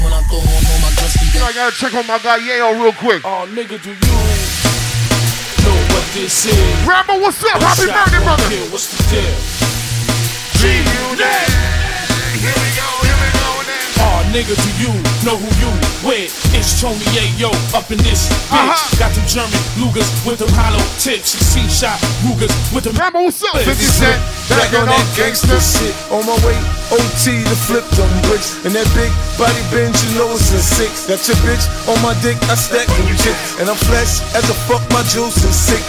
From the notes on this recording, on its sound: STRICTLY THE HIGHEST TORONTO - LIVE AUDIO. STRICTLY THE HIGHEST INSIDE DY BAR IN TORONTO.